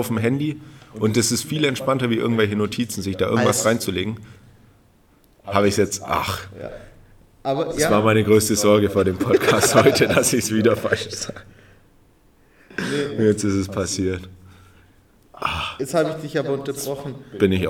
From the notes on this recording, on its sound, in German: Den Aufmerksamen hören unter euch wird aufgefallen sein, das wir einen dezenten Hall in der Aufnahme haben. Dies ist dem Grund geschuldet, das wir uns stetig versuchen zu verbessern...es hat nicht geklappt.